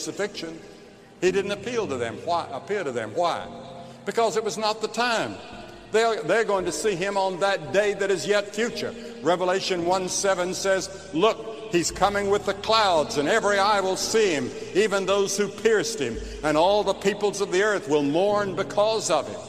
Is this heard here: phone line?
no